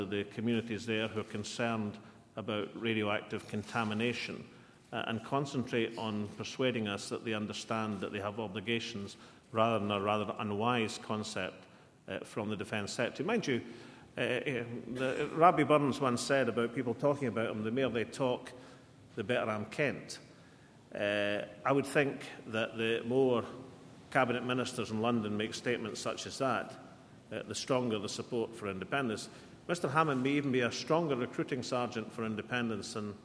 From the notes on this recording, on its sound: press conference at Edinburgh Castle